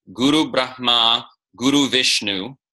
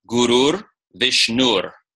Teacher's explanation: the R is the Visarga of the nominative singular ending changing to R · Shown in: second take · Term: Visarga Sandhi